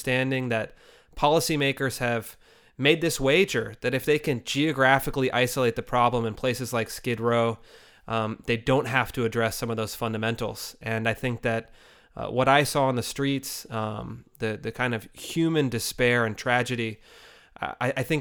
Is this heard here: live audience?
no